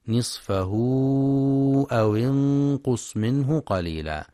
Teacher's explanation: ينتبه القارئ لمد الصلة الكبرى، يمد بمقدار 4 أو 5 حركات في رواية حفص من طريق الشاطبية.